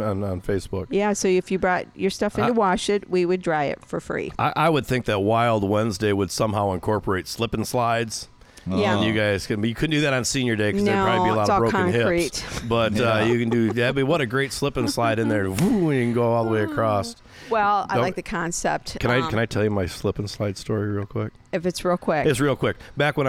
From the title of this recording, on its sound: On Location at Lake Arvesta